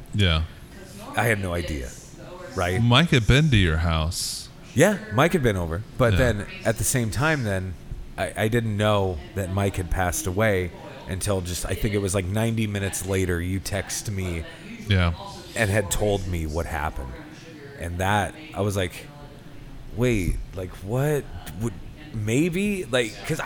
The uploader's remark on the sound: Recorded live from Big Rip Brewing Company in KC.